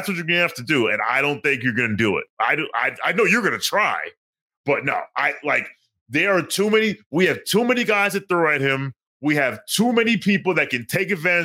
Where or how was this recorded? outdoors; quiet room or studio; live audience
quiet room or studio